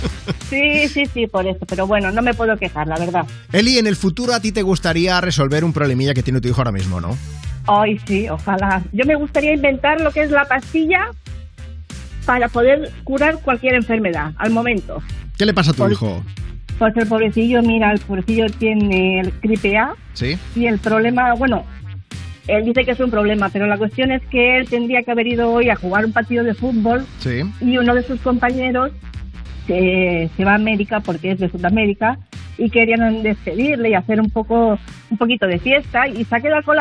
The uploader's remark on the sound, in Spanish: ha charlado por teléfono